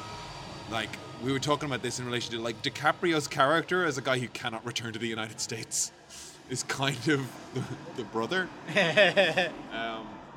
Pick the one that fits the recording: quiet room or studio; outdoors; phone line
outdoors